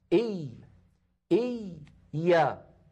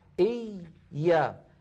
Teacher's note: أنا أتكلم الآن على الياء الأولى من الياء المشددة، إي إي يا، لاحظوا هكذا إي يا، الياء الأولى ساكنة والياء رخوة، فلذلك زمنها مساو لبس.